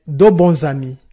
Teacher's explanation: on sent que le S va se lier à A et on va avoir la syllabe ZA · Term: liaison